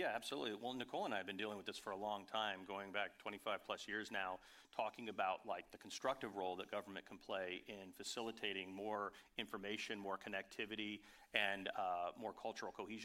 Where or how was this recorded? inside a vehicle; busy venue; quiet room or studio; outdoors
busy venue